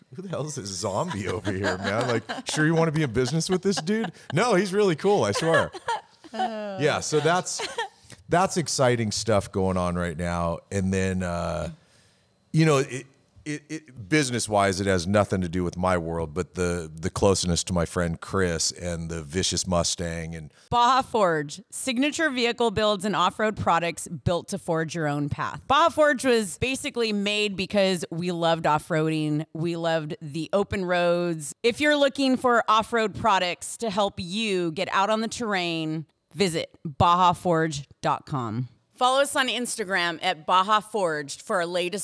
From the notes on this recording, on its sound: Recorded at Autotopia LA